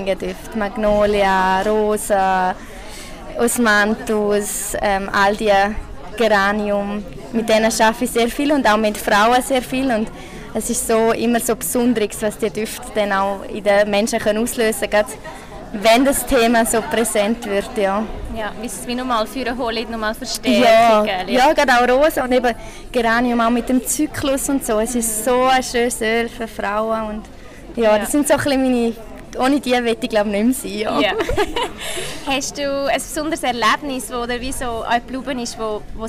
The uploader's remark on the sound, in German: Live vom dōTERRA Swiss Day 2023. Diese kurzen, spontanen und spannenden Kurzgespräche sind am diesjährigen dōTERRA Swiss Day 2023 in Basel entstanden. Habe sehr spontan einen Podcast ganz roh und direkt in der Konferenzhalle aufgenommen.